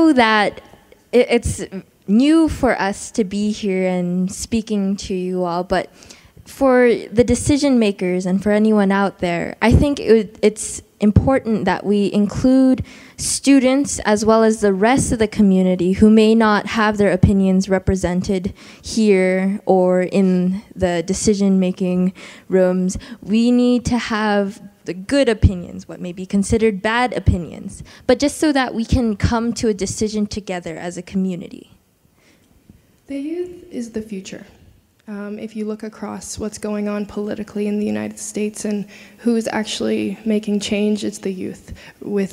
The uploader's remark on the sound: The best of live interviews from GreenBiz events.